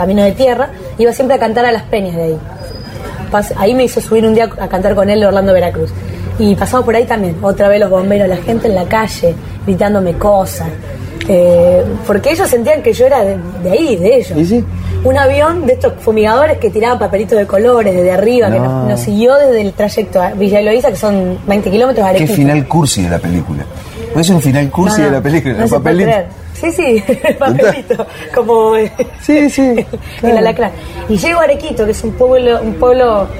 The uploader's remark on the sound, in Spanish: realizada en un bar de Buenos Aires